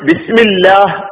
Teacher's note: നമ്മൾ ഓർമ്മിക്കുക ലോലമാക്കി പറയുക ഘനപ്പിച്ച് പറയുക ഈ രണ്ട് രീതികൾ ലാമിന് വരാറുണ്ട് കസറായ പദത്തിന് ശേഷം ലാമ് വരുമ്പോൾ ഈ നിലക്ക് നമ്മൾ ലോലമാക്കി പറയണം